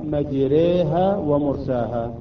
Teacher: هنا حفص فقط عنده في هذا المكان الألف يميلها إلى الياء، مجراها يقرأ مجريها ومرساها في قراءة حفص. · Term: إمالة كبرى